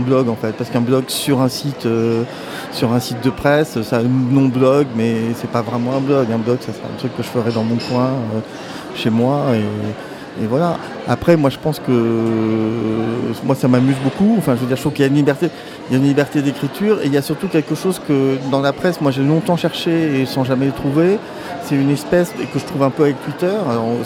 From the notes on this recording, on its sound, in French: Toute cette semaine, nous plantons nos micros dans le hall du Centre des Congrès pour suivre au plus près le festival Premiers Plans.